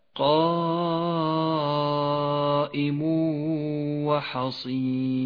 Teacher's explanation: ندغم التنوين بالواو فيسقط التنوين من اللفظ · Term: الإدغام بغنة